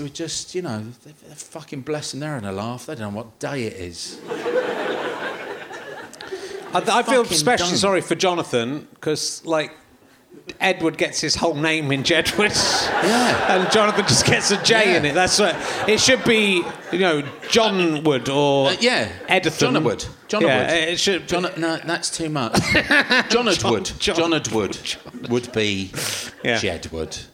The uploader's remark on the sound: Leicester Square Theatre Podcast